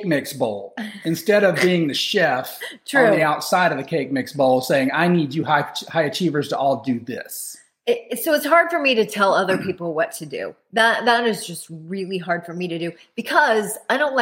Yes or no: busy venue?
no